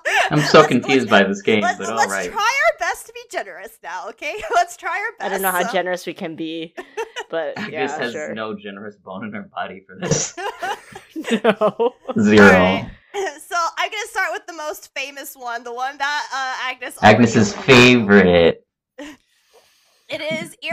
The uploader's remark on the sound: Apologies for the bad audio quality!